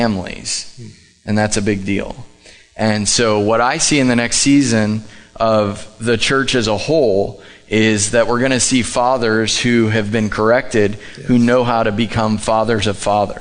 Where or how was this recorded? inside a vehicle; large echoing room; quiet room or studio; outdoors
large echoing room